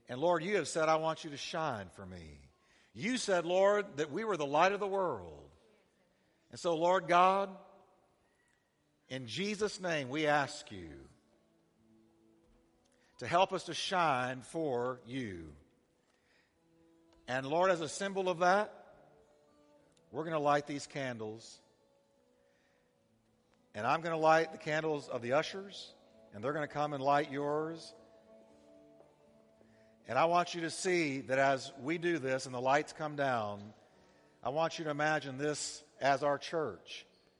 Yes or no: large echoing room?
yes